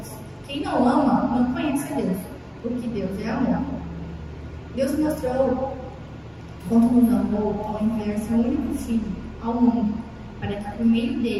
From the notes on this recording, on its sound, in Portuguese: Culto de experiência Ao Vivo/Online da rede Alfa, a rede de jovens e adolescentes da Igreja Batista Nacional Peniel de Cuiabá.